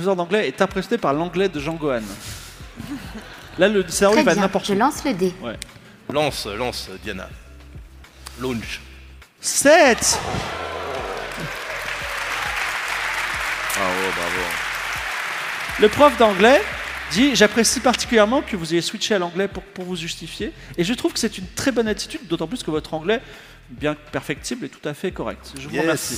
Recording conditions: live audience